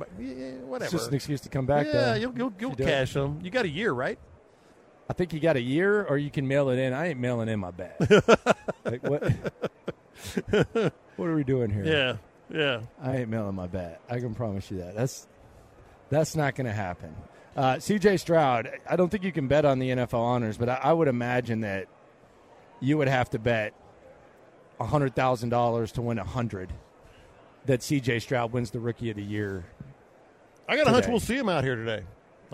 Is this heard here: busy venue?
yes